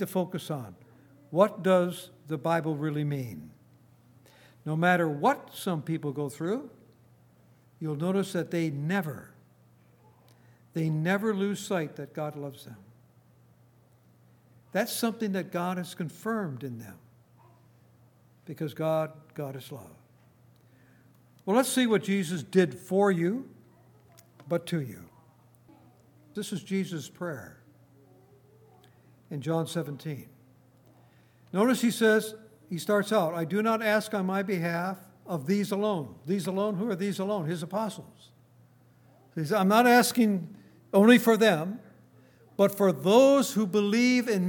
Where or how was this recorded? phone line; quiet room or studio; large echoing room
large echoing room